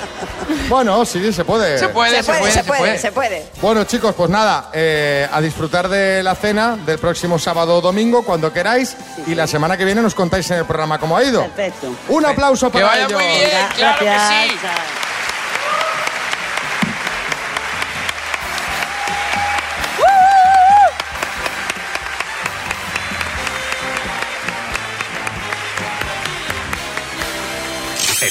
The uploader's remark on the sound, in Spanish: Este jueves hemos estado en el Teatro Filarmónica de Oviedo haciendo nuestro programa en riguroso diferido con un público de lo más entregado